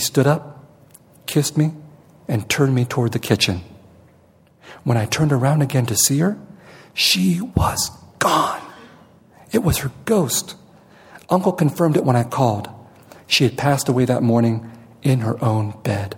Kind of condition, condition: setting, live audience